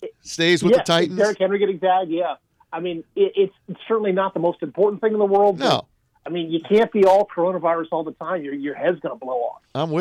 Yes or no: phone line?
yes